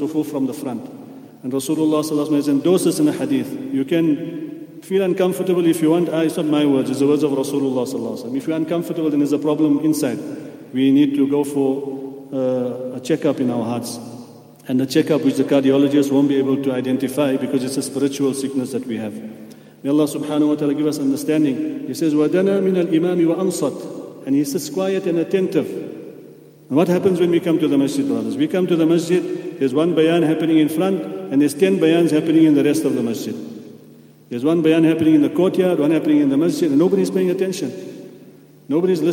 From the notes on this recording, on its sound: at the Houghton Masjid (West Street)